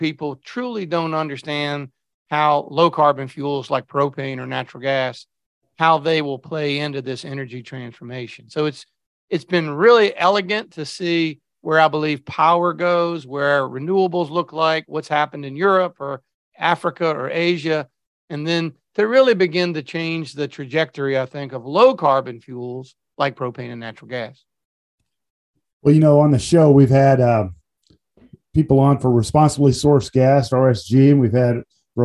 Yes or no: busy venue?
no